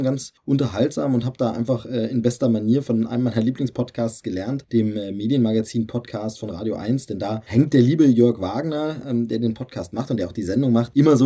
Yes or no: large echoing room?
no